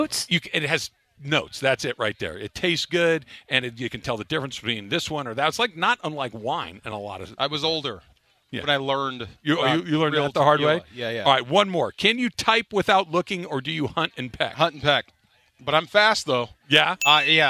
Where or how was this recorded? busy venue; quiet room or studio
busy venue